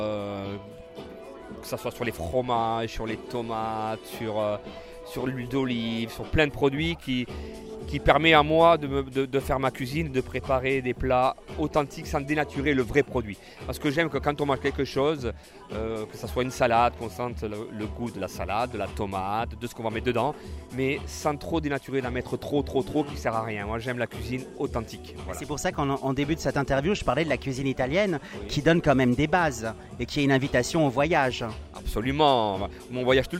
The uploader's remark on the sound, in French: Beef Bar x Plage 45 - Cannes 2016